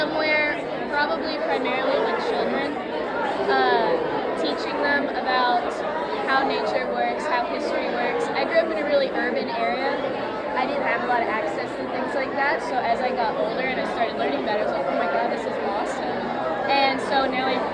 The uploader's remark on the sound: Live from NAI 2023 in Little Rock, Arkansas!